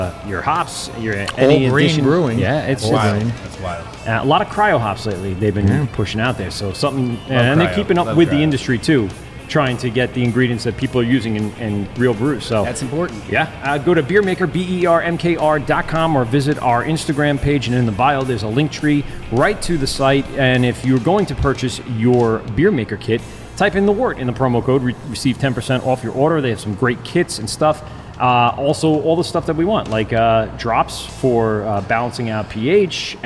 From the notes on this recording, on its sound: LIVE at Dubco. Head to Destination Unknown Beer Co for a LIVE brew day!